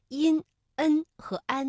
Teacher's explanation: 因、恩和安呢是前鼻韵尾，气流是从鼻子的前方出来的